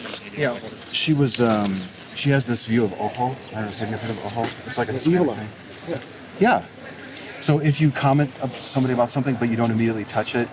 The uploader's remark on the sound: Location: San Antonio, Texas. Just as we began to make some progress, our chat was cut short by my third interruption of the day. Recorded w/Go-Pro.